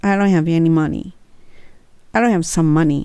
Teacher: I don't の do っていう音じゃなくて、どっちか言ったらまたこれが崩れて L に近い音ですね